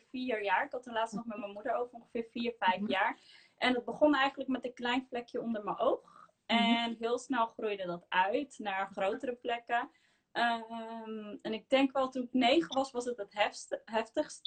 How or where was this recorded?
video call